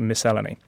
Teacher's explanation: I stress the second syllable, which is a tongue twister for anyone else.